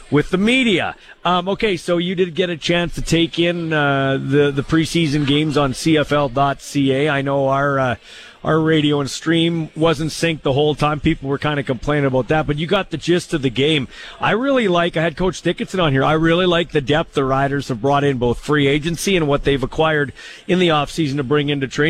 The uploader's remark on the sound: LIVE in Moose Jaw at the International Para Hockey Championship